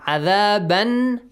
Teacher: Because literally the tanween is that noon sakin sound. They're just written different.